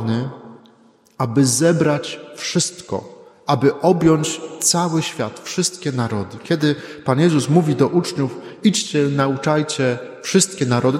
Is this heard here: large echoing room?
yes